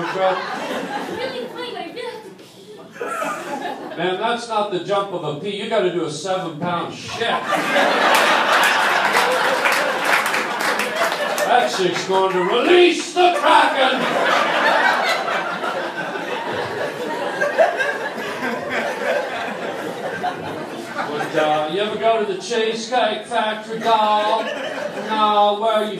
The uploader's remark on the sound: Does LIVE stand up. Plays one of his short stand up sets from the Improv.